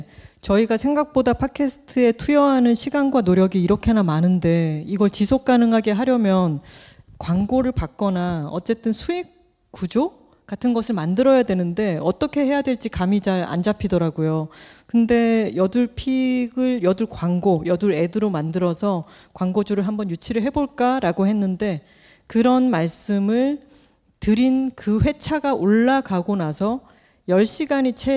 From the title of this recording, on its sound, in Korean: 스포티파이와 함께한 여둘톡 1주년 공개방송